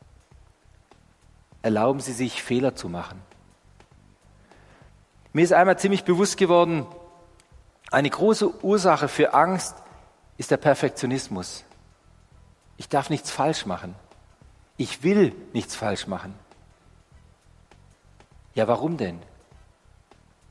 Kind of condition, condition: setting, large echoing room